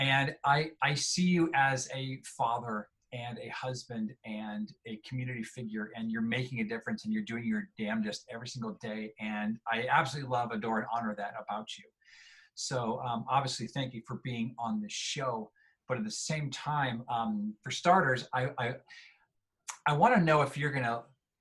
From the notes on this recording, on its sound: Recorded using a Zoom session to connect